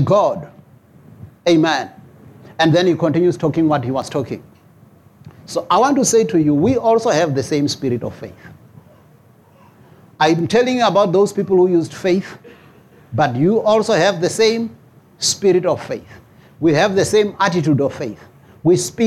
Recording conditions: large echoing room